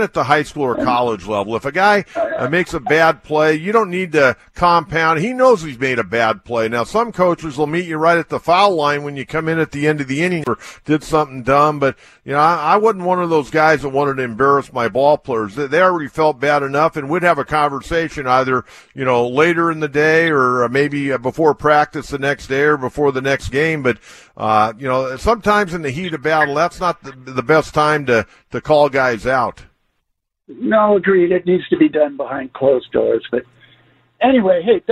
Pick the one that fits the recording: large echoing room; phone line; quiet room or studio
phone line